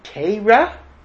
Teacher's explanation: officially in Hebrew, it's pronounced O, okay? But Litvaks pronounce it A